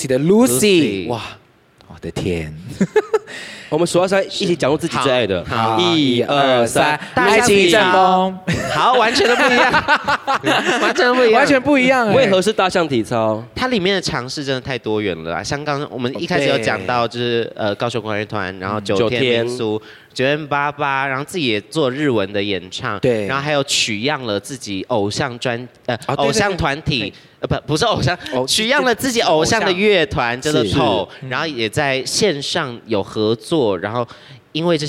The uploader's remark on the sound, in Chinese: 特別版現場錄音。